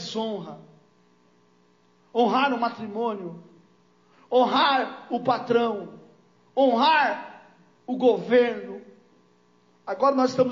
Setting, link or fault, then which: setting, large echoing room